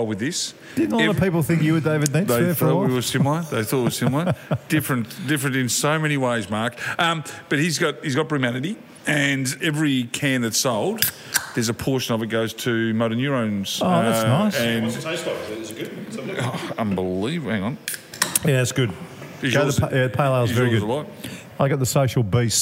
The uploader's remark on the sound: This week we're live at Bells Hotel in South Melbourne